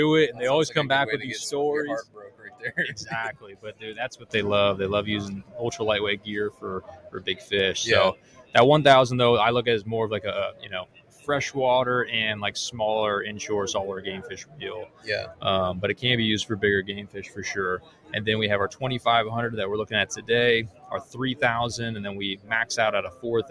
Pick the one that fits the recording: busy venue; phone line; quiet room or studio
busy venue